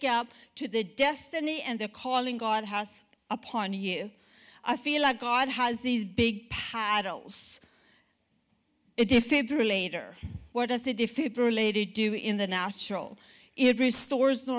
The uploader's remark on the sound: at our January 2020 Resurgence Edmonton Gathering